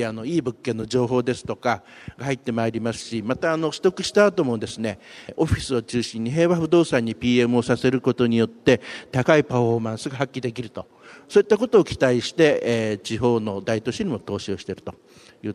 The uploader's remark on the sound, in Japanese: 東京証券取引所で開催した「J-REITファン2016」に登壇した平和不動産リート投資法人のIRセミナー